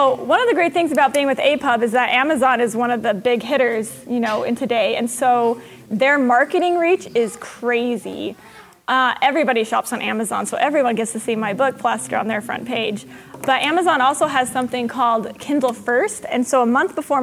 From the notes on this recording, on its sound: joined us in front of a live audience it Sasquan (the 73rd World Science Fiction Convention)